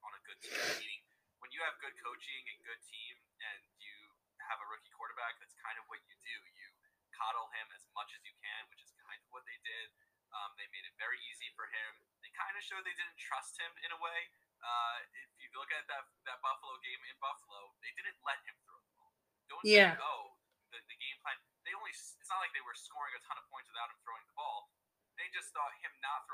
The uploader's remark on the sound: Srry for the cutouts the recording cut out multiple times during episode.